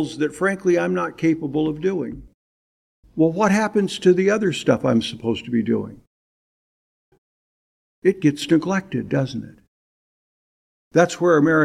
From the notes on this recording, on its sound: preached in 2018 at Bethel PBC in Calabash, NC